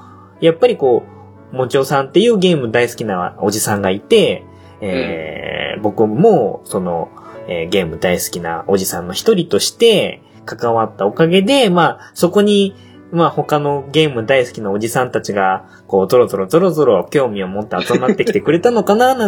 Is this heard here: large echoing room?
no